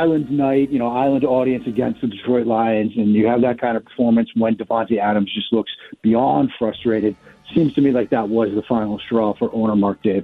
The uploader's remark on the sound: We take calls next. We take more calls and reactions.